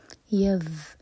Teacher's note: آیا 67, اولا، الائٹ، واو کے لیے ہوٹ گول، اور لا مجھے طبعی دو حرکہ لمبا، اولا، یذ، ذال پر رخوا ہوتا ہے، تھوڑا سا ٹائم دیں گے ایکسٹرا، یذ، اور زبان آپ کی اوپر والے دانت کو ٹچ کرنی چاہیے، اور تھوڑی سی ٹپ باہر